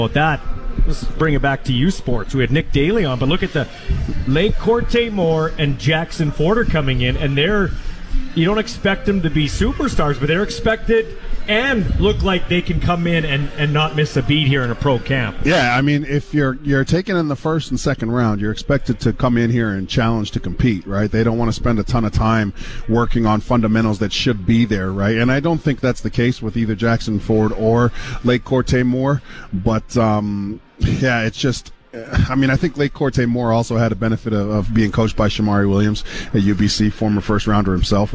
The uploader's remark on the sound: LIVE in Saskatoon for #Riders Training Camp. LIVE in Saskatoon for #Riders Training Camp.